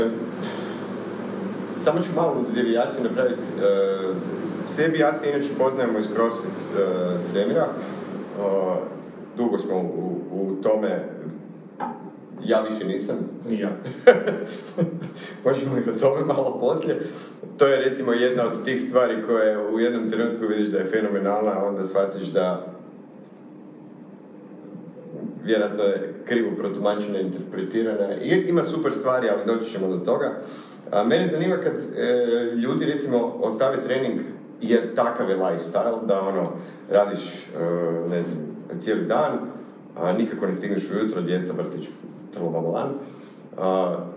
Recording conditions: poor microphone